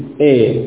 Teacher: Bukan berubah menjadi I, bukan berubah menjadi I, menjadi kasrah, bukan, tapi tetap dari asalnya fathah, tapi diarahkan ke kasrah. Menjadi E. · Term: imalah